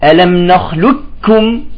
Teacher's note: ننتقل من اللام إلى الكاف مباشرة من غير أن نظهر لا الاستعلاء تبع القاف ولا القلقلة · Term: إدغام الكامل